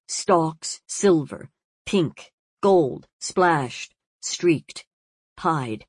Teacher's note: The unusual series of 7 stressed syllables with only 1 unstressed syllable in it is marked clearly to be stressed by the comma and semicolons, stalks, silver, pink, gold, splashed, streaked, pied.